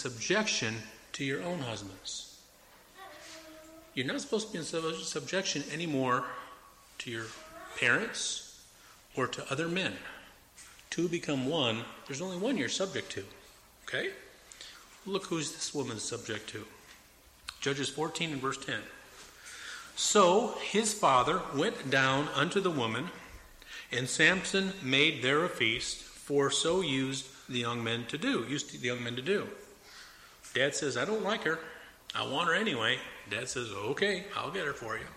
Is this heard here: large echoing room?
yes